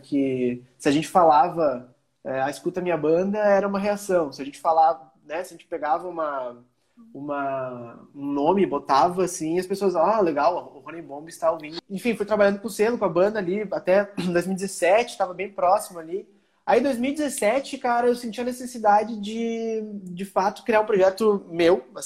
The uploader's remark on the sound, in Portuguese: conversa retirada de uma live no insta